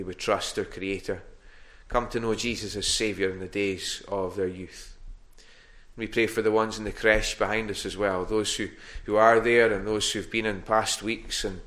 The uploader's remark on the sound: Recorded at North Harris Free Church on Sunday morning 28 November 2021.